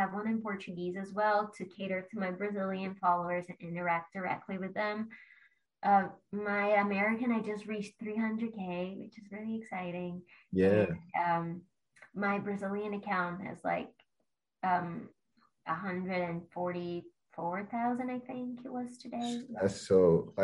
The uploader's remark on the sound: full zoom interview